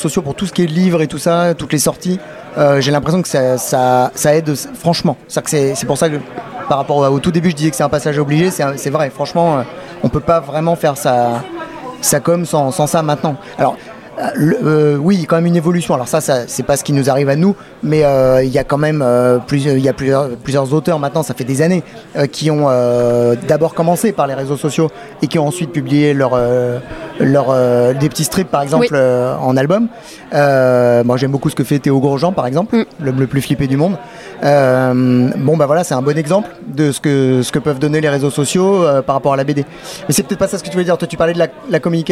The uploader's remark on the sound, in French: une série d'interviews au festival Quai des Bulles en octobre 2022 à Saint Malo